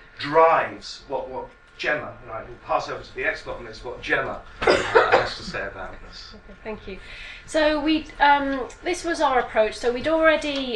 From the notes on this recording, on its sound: speaks at the SRHE Enterprise and Work-based Learning network event